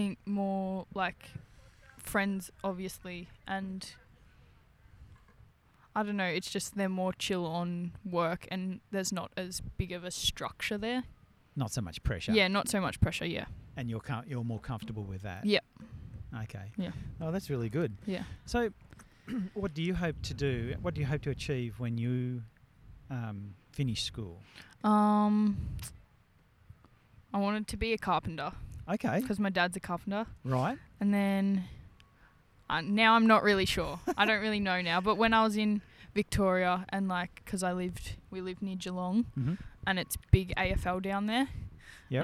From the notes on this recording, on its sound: We speak with students 'in the wild'! We pull out the mics and have a chat to some of our yr10 ingenious students while on a field trip.